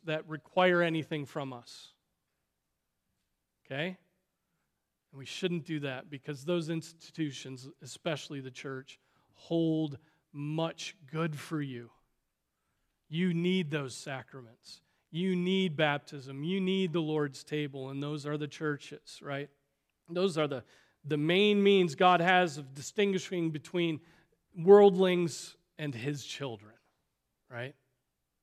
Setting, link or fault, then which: setting, large echoing room